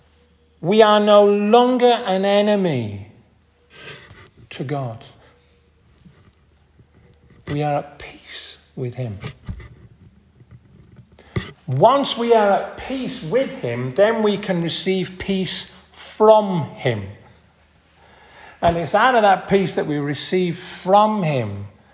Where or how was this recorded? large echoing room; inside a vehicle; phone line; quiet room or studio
large echoing room